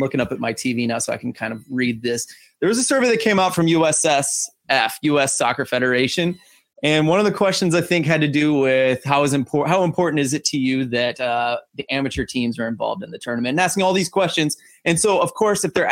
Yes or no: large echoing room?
no